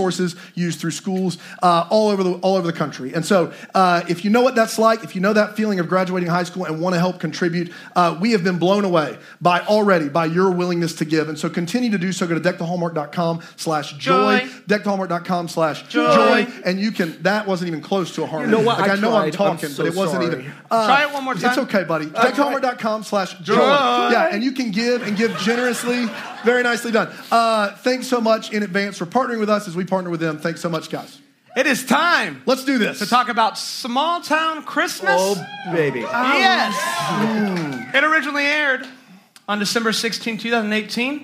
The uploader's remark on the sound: Here is our live show episode. If you made it out, thanks for making it such an amazing evening!